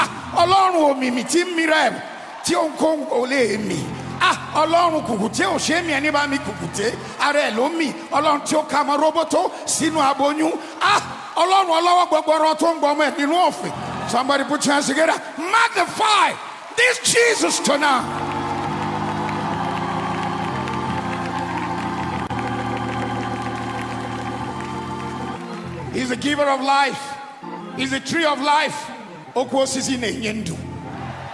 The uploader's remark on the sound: Kingdom Life 2023 World Conference Opening Service